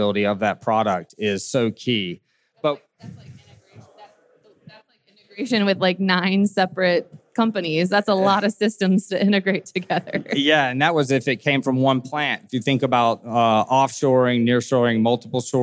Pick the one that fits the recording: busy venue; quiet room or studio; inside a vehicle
busy venue